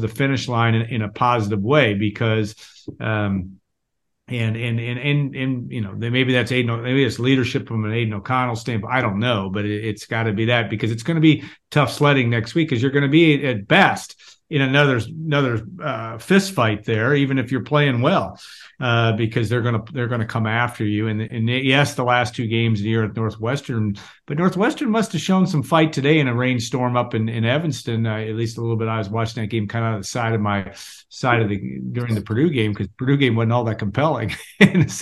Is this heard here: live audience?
no